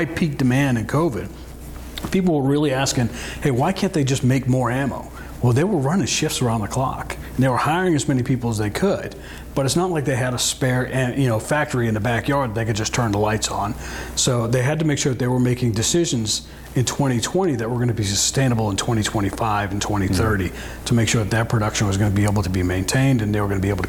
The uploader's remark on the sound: On this week’s show, we’re at the Association of Great Lakes Outdoor Writers annual conference in Bemidji!